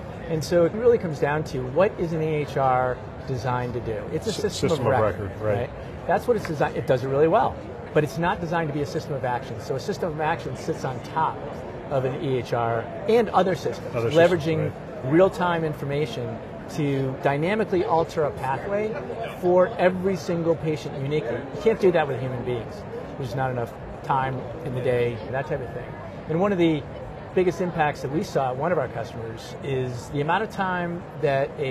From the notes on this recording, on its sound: Interview in Action live from ViVe 2023